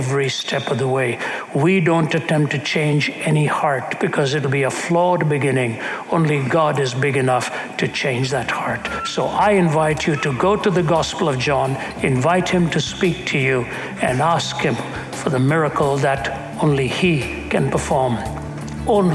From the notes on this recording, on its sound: During a Q&amp;A series in Hamilton, Canada. During a Q&A series in Hamilton, Canada.